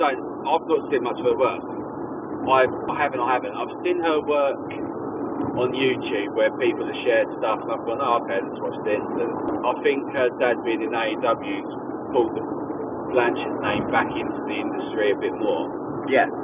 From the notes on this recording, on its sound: on our drive home